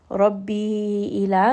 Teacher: Ra in this case is going to be heavy because it does have a fatha.